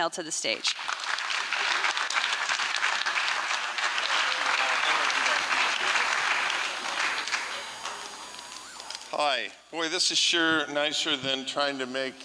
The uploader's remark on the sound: 2023 FPG-Liberty Theatre-Friday Night. Performance was recorded at the Liberty Theatre on Friday, February 24th, 2023.